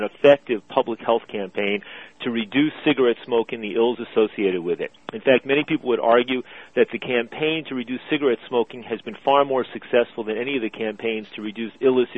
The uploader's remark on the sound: Drug Policy Alliance teleconference